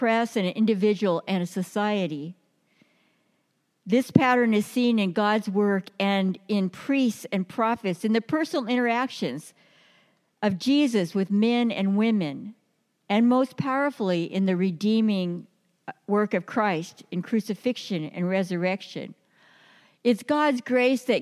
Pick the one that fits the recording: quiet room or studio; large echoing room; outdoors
large echoing room